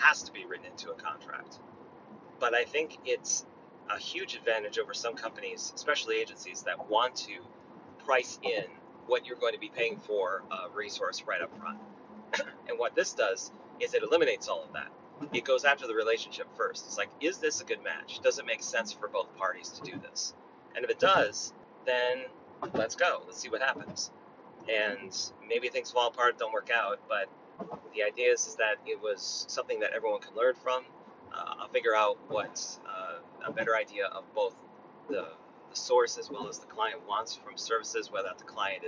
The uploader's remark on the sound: I thought it might be fun to record an episode in my Tesla while I was running some errands. I don’t know if the audio quality is going to be enough.